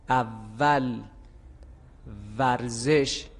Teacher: حرف واو رو ما در فارسی وقتی ادا می کنیم دندانهای پیشین بالا رو روی لب پایین قرار می دیم. وقتی که دندانهای پیشین بالا از لب پایین جدا می شه حرف واو فارسی تلفظ می شه.